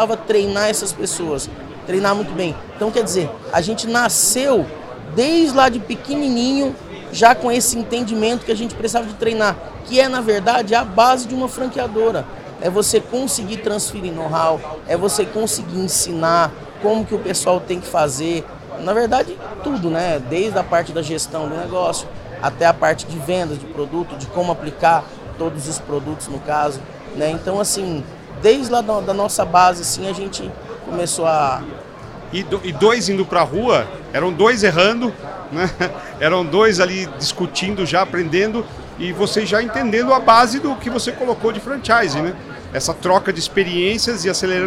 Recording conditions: busy venue